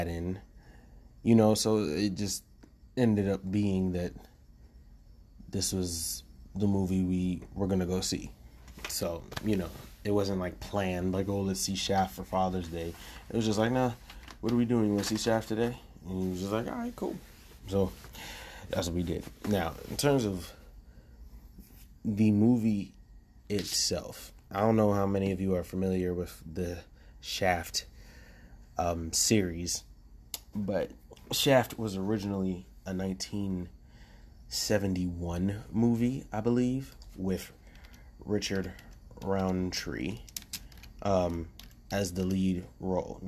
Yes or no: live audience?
no